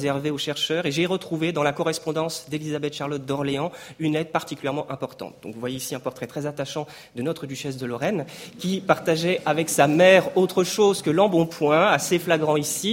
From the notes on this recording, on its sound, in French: Enregistrée le 28 janvier 2016 dans le cadre du colloque « Mobiliers, ensembles, décors.